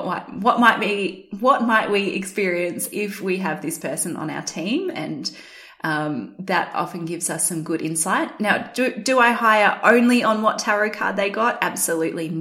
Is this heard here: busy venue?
no